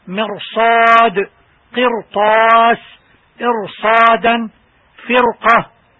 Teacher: تفخيم الراء الساكنة التي قبلها مكسور وما بعدها حرف استعلاء مفتوح في نفس الكلمة